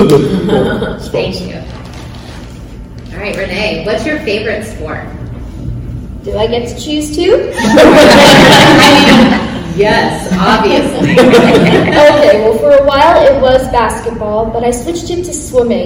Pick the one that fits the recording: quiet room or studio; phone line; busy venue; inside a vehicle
busy venue